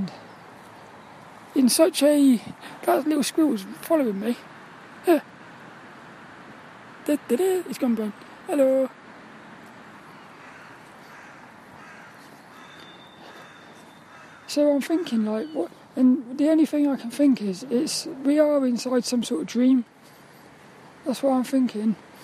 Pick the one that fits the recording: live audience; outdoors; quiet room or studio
outdoors